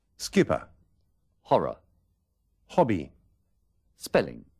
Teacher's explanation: La vocal que precede a una consonante doble es muy breve.